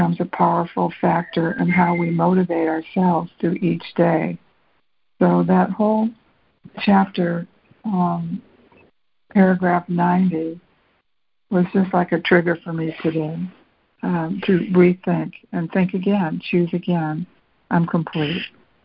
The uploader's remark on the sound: ACIM Daily Conference Call.